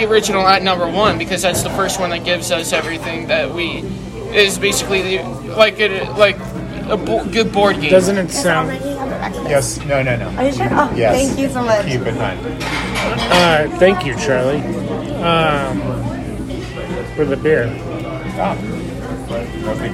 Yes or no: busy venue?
yes